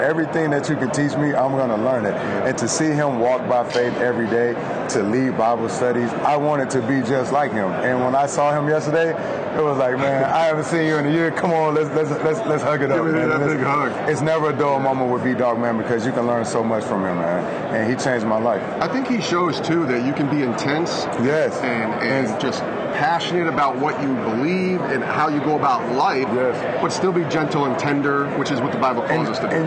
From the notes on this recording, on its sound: Live from Super Bowl LIII in Atlanta